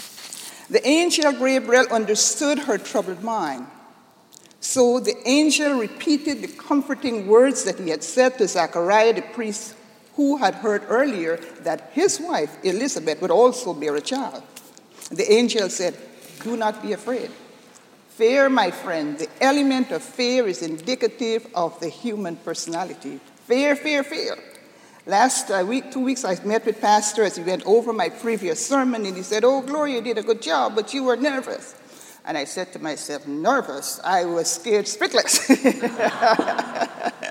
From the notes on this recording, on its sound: This sermon was delivered on Sunday, December 11, 2011 at Jan Hus Presbyterian Church and Neighborhood House in New York City.